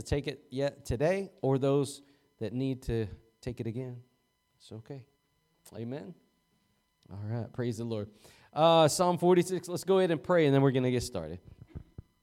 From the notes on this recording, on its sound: Preached at Gospel Lighthouse in Bossier City, La.